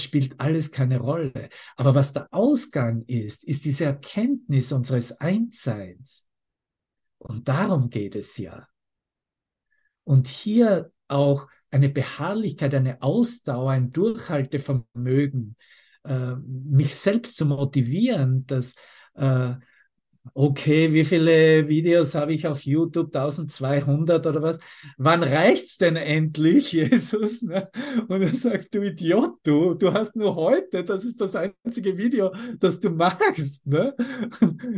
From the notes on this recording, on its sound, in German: Zoom-Session. Veranstaltet von der Aleph Akademie.